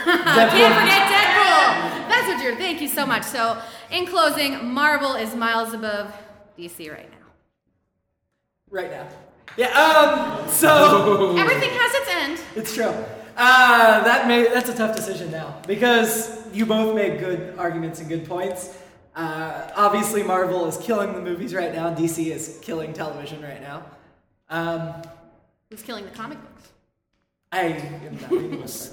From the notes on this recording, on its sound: Free Comic Book Day 2016. Originally Recorded Live at Packrat Comics. Packrat Comics is a fun family friendly comic shop located in the heart of Old Hilliard.